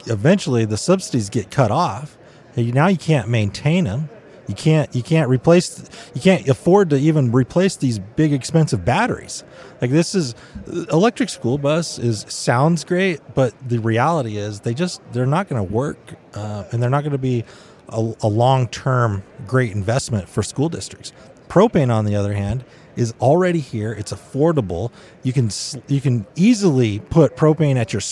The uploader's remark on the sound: Live from Western Propane Convention. Live from the Western Propane Trade Show & Convention.